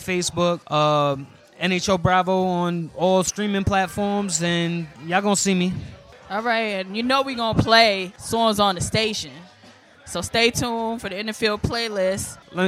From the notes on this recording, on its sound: on location from the Holiday Stop & Shop vendor event